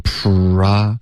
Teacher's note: 开头 PR 的这个音 pra,要嘟嘴 · Term: 融合音